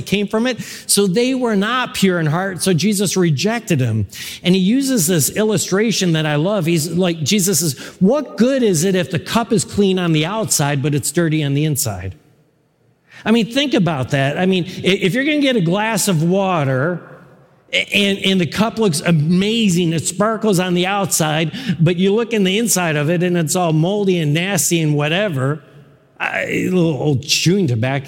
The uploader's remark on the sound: The core message from our live service on 2022-01-23. This is the core message from our live service.